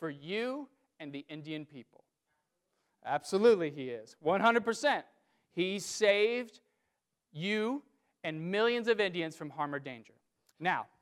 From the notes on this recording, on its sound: during the 9:00 AM service on Sunday Decembrer 1, 2019, at First Presbyterian Church of Arlington Heights, Illinois.